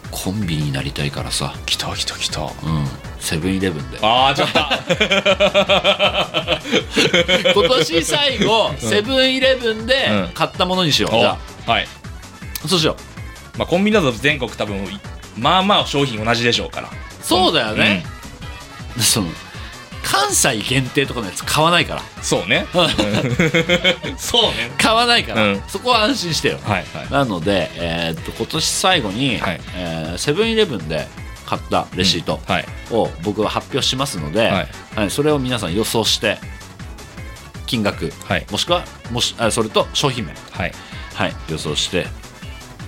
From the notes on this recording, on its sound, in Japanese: 公開収録ご来場ありがとうございました！150人イベントは2人の運営だけでは無理？